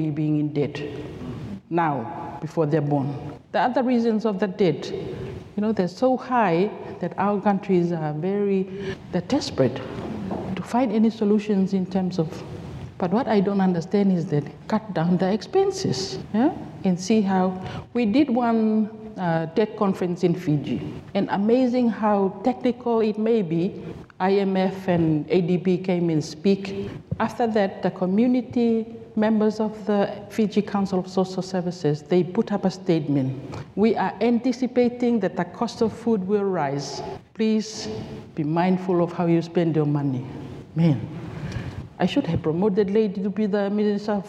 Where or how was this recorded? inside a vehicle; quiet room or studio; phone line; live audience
live audience